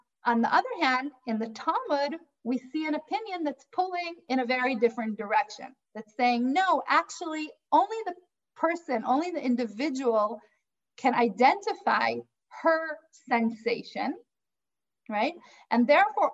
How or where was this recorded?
video call